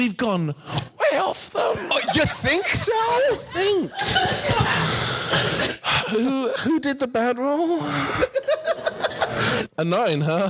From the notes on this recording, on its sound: Recorded at The 31 Flavours of Gallifrey One in February 2020